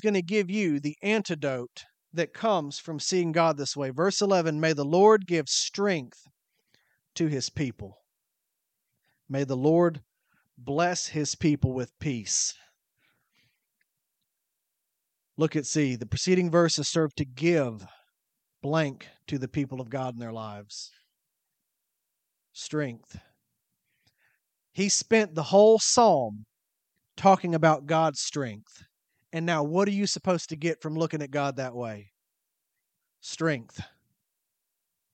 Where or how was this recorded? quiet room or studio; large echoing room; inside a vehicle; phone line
large echoing room